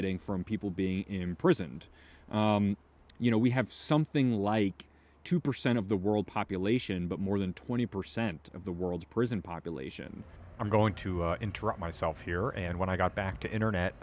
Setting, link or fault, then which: setting, outdoors